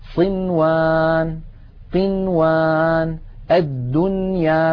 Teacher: بنون مظهرة لا زيادة للغنة فيها